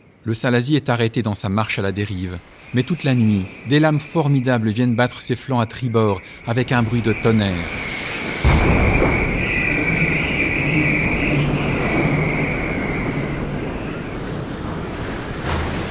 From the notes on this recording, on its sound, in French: Ce documentaire a été l'occasion idéale de mêler ce formidable récit à mes enregistrements des sons de la mer.